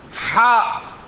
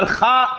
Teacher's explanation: حاء هنا حاء عند الحنجرة حاء، أما الخاء الخاء صوتها تكون في أعلى الفم